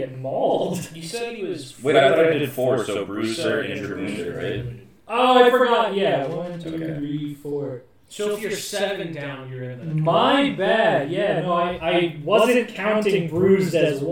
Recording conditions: poor microphone